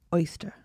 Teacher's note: It's just a tiny R in the end.